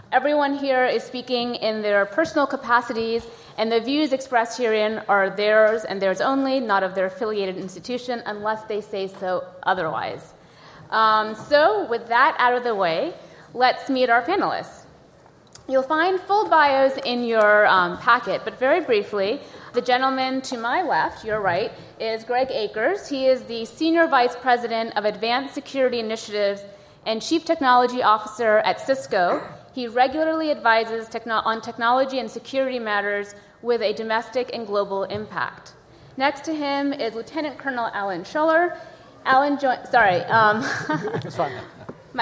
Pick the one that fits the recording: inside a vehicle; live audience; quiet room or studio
live audience